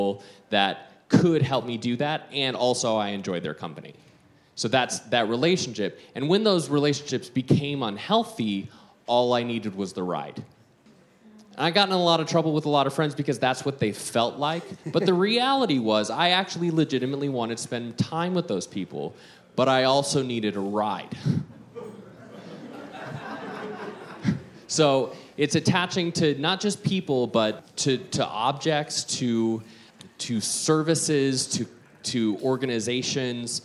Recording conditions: busy venue